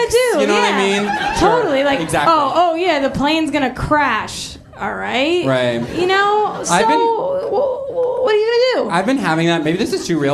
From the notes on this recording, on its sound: Here it is: our most recent amazing live show. Exploration: LIVE!